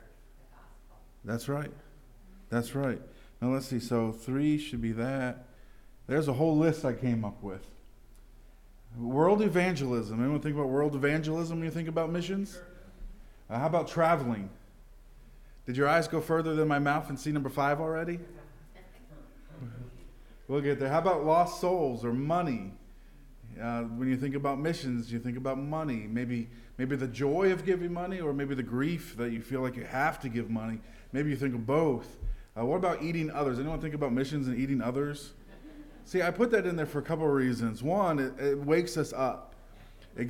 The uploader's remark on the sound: This message preached at Lighthouse Baptist Church in Schenectady, New York.